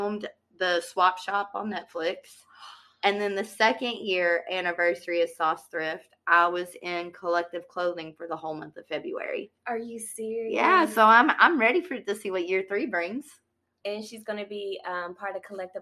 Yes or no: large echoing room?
no